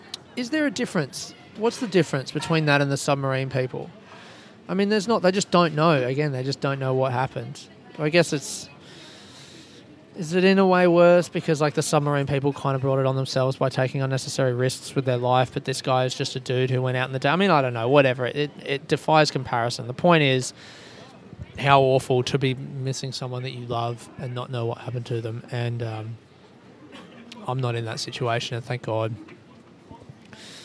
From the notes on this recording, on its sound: I recorded this episode from the Costa Coffee in the departure hall Kuala Lumpur Airport.